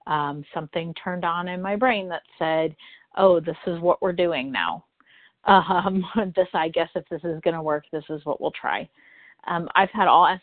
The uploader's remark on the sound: from the 100 Pounders Phone Meeting on 12/14/20